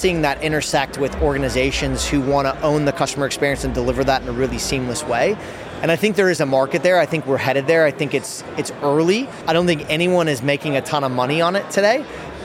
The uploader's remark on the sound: The third and final episode from FinTech Connect, recorded in partnership with Freemarket, that took place at the ExCeL in London from 30th November – 1st December. We recorded a series of interviews from the Freemarket booth with a number of the speakers and attendees at the event.